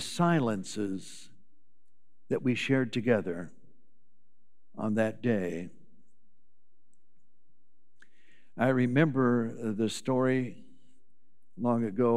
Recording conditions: large echoing room